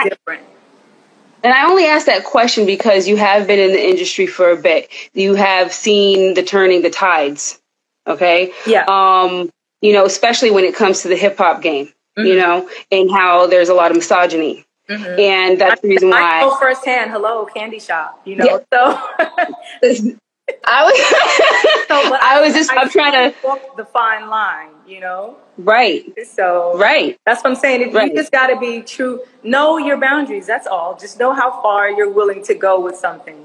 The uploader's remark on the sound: special Instagram Live #WFH edition